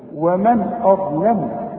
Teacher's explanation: الواو والميم والنون مرققين، والهمزه مرققه، الضاء هي المفخمه، اللام مرققه، الميم مرققه